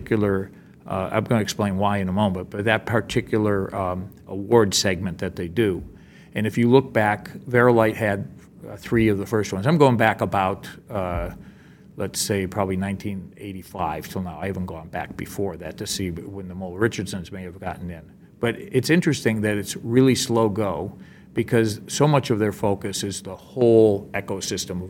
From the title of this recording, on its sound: Live from LDI